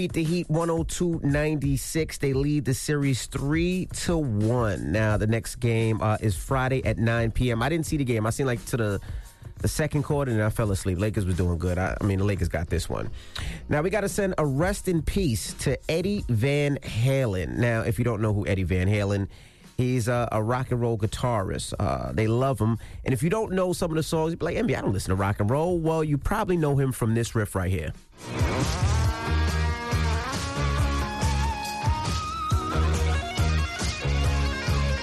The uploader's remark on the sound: Today on the show we opened up the phone lines to see if any of our listeners agree.